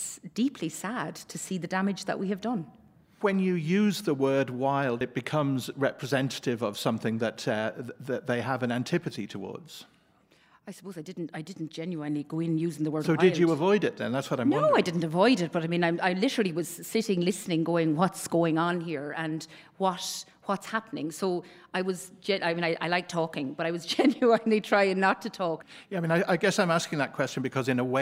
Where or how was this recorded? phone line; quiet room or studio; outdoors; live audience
live audience